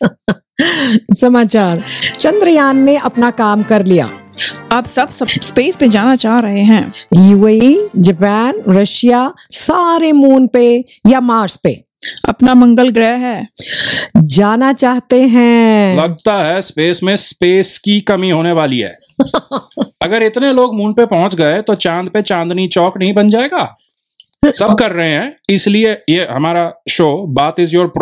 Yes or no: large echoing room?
no